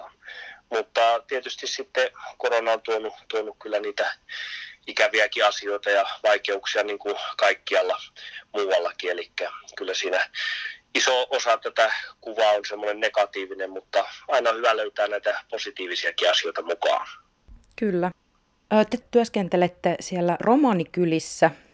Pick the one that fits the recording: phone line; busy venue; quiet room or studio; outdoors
phone line